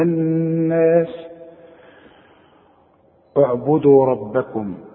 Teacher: الناس، طبعا أنا عايز أذكرك بأن النون المشددة لازم تغني بمقدار حركتين، ما تقولش الناس، يا أيها الناس، لا، الناس، اعبدوا ربكم.